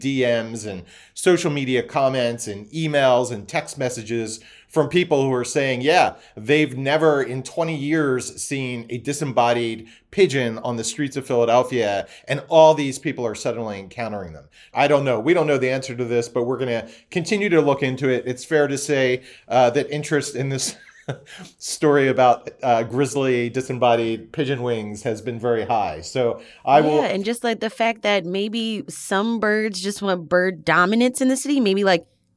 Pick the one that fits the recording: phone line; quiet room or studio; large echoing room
quiet room or studio